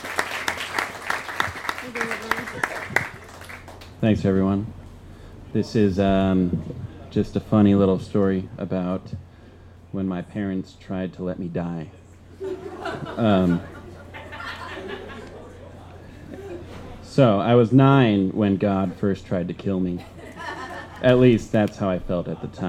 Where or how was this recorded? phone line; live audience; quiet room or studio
live audience